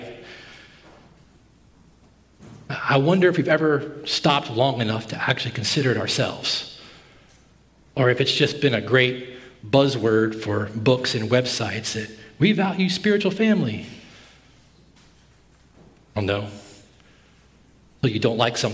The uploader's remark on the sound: at Redemption Hill Church on Sunday, October 9th, 2022